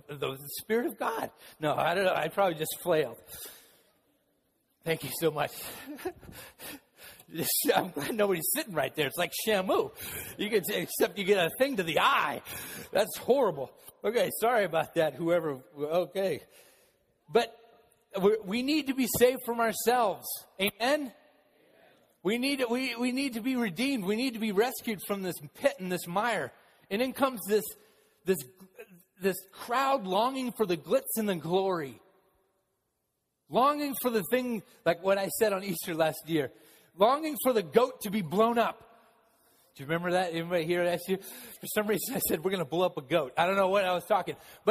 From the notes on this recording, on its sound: Palm Sunday message delivered during the Contemporary Worship service.